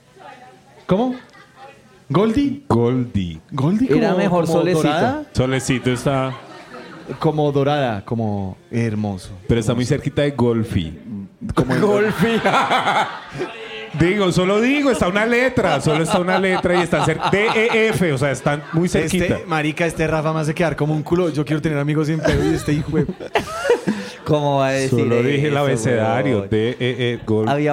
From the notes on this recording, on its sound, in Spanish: Se dieron la cita con su público en un capítulo en vivo. Disfruten del show que nos costó mucho ponerle las risas grabadas.